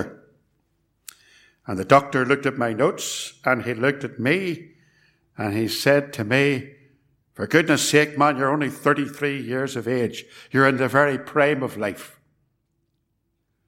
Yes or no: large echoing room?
yes